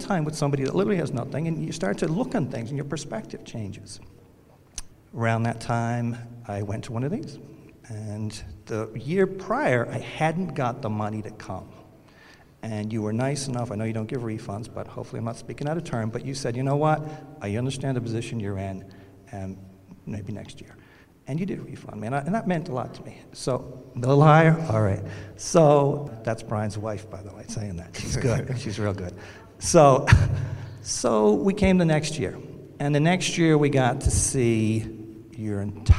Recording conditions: busy venue